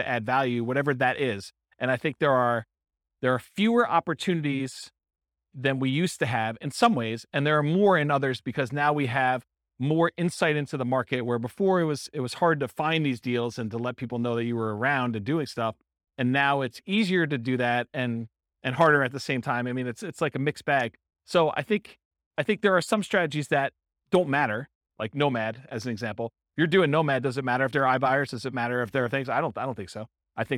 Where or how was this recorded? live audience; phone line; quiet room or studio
live audience